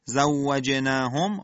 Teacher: واو مشدد در حد همین ادای یک تشدید با نرمی خودش ادا میشه و حالت اشمام لبها در هنگام ادای واو، زوجناهم قلقله جیم، زوجناهم میم به با رسیده، حکمش اخفاء.